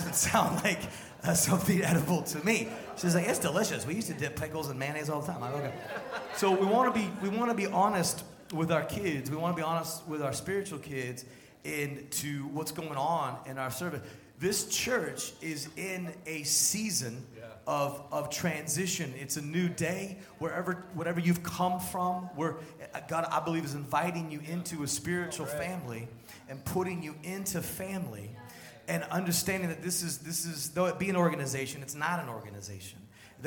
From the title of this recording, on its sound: Sunday Service Live Stream